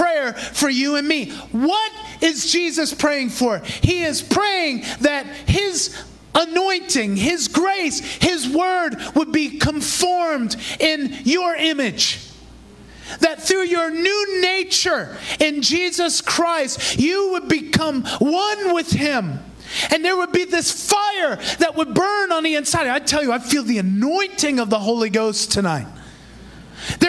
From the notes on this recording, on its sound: Recorded in Praise Revival Center, Davao City, Philippines.